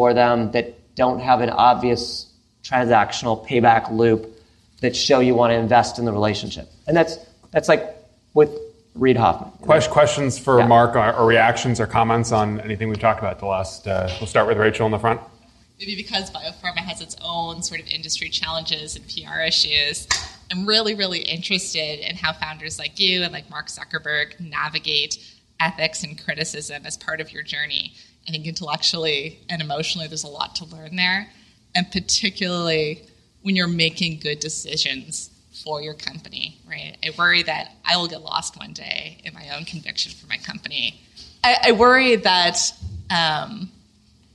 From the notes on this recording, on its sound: This encore episode is a recording of a special event. In San Francisco in front of a live audience of portfolio founders, friends of the firm, and LPs.